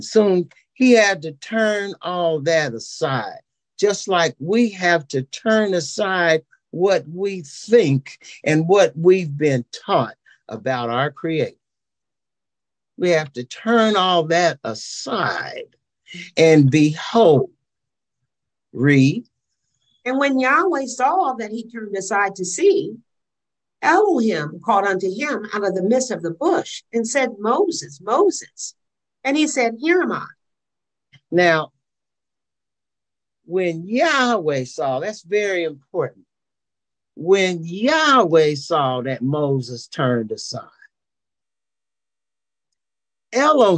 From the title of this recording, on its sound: Charlotte NC Zoom Class